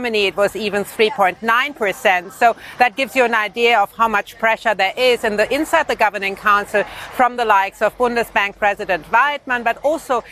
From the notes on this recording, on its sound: We are live from a dairy farm outside the Swiss city of Lausanne - one of Nestle's key suppliers.